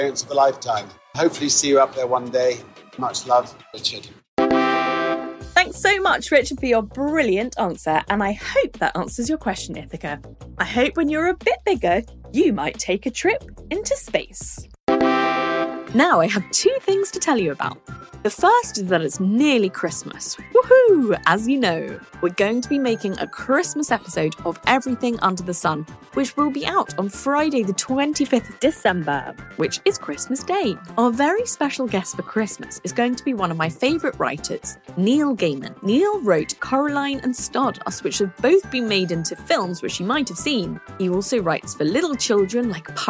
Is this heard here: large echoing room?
no